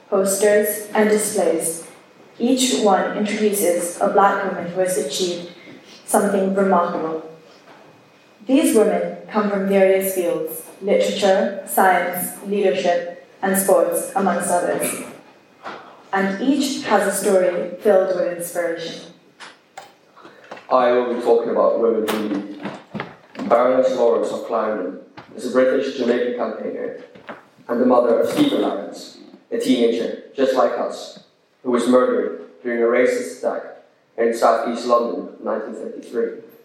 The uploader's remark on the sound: A recording of the Diversity and Inclusion group's chapel speech for Black History Month.